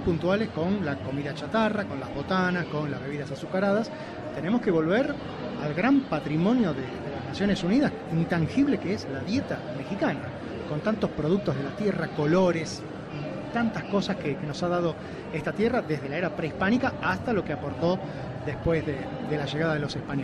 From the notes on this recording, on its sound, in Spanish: Desde El Festival Del Adulto Mayor 2022. Este sábado transmitiremos en vivo desde el WTC en el marco del Festival del Adulto Mayor.